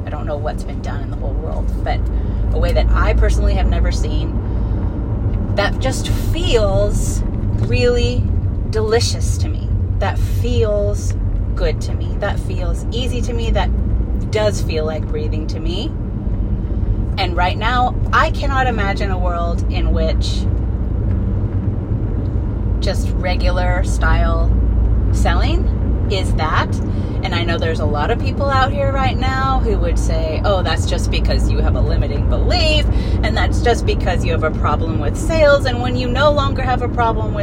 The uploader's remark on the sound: I recorded it in the car so the sound quality is horrific, sorry